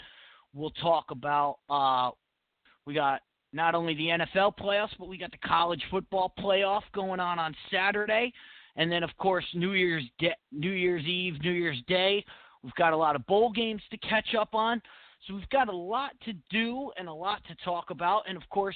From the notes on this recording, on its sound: your phone calls